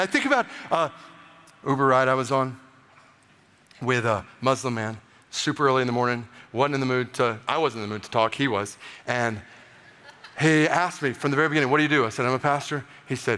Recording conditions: live audience